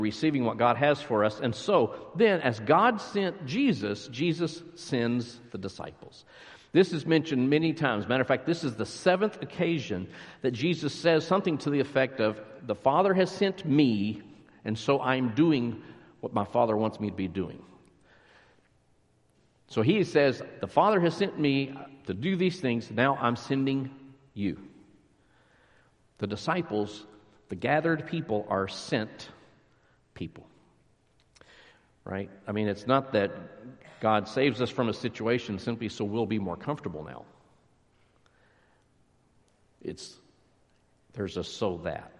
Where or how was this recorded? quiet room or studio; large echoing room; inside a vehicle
large echoing room